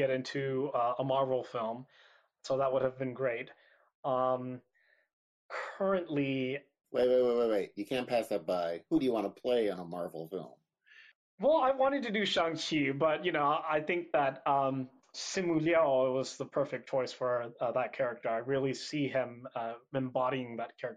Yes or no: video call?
yes